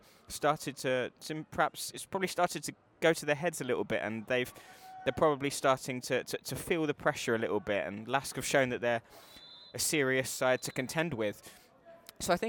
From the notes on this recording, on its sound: Recorded live at First Vienna's Hohe Warte stadium.